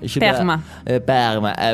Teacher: Parmigiani. It's that you shouldn't pronounce the R in Parma. Parma.